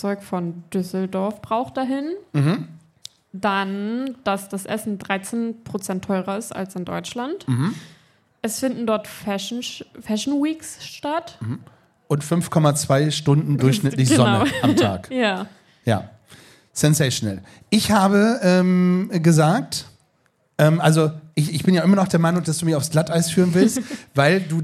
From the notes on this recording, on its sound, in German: In dieser Liveaufnahme beim Podfluencer Festival in Neu Ulm. PS: Diese Aufnahme wurde mit Equipment der Fa. Rode in der Werkstatt für Kommunikation in Neu-Ulm aufgenommen.